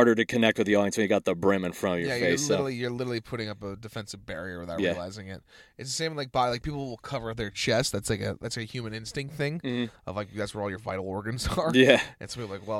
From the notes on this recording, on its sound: got in my car and we talked